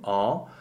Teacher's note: a A nasal, which is formed with the dark A vowel, so en. And répondre is an O nasal, which is formed with a very closed O under it, so ordre, répondre.